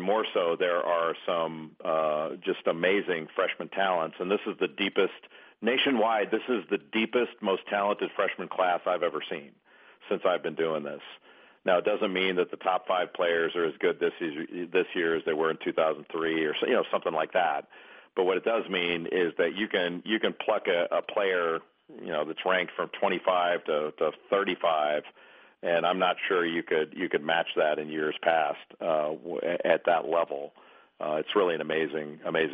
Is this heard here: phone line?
yes